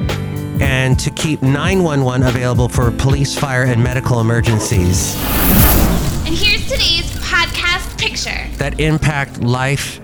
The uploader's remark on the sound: Podcast live from Cafe Anyway.